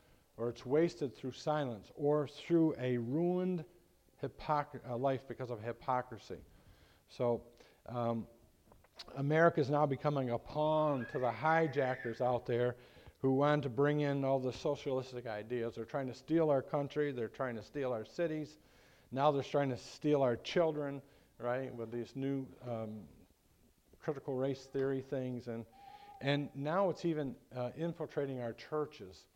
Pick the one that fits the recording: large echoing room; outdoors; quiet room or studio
large echoing room